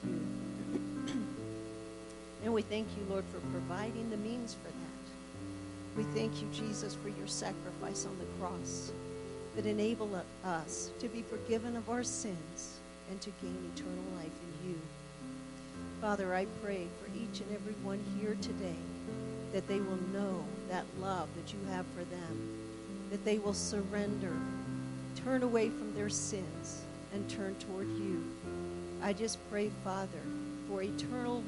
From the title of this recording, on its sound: Woodland Life Church Live